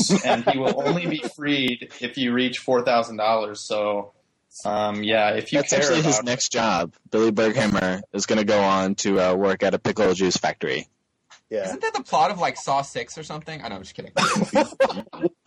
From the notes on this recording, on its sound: From the 3rd Annual NWR Child's Play Podcast Telethon. For the live event! A live call from a listener.